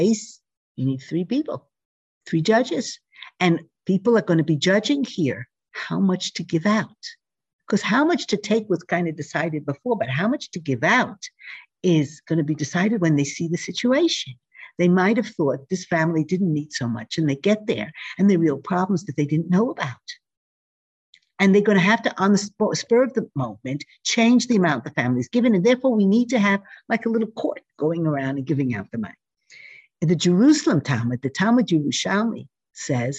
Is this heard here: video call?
yes